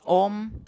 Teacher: Bei Om verschließt sich der Mund. Das ist ein echtes M.